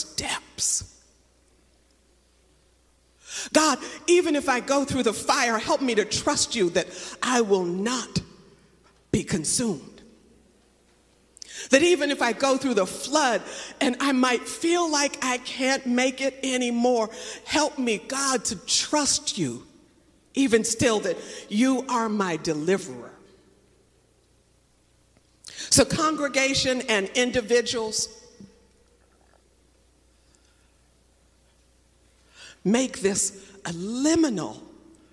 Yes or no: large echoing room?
yes